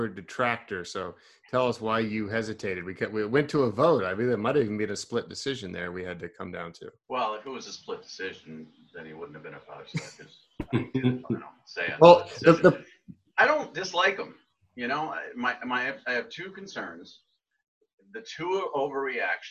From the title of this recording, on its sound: Zoom Audio